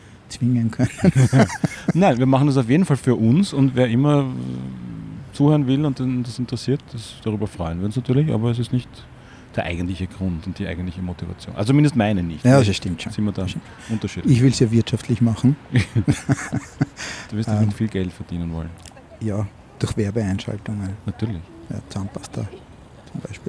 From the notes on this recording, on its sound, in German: Aufgenommen am Donaukanal.